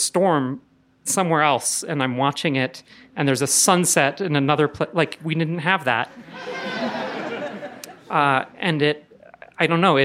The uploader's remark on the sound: Told this story in front of a live audience at Buntport Theater.